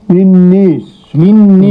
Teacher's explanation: للناس قرأ الدوري عن أبي عمرو بالإمالة